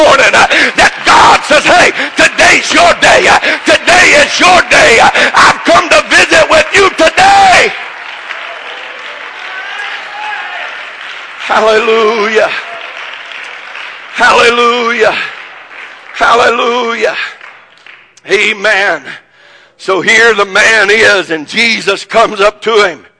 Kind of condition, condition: setting, large echoing room